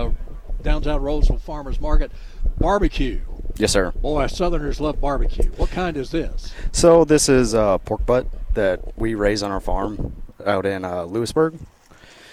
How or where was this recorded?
busy venue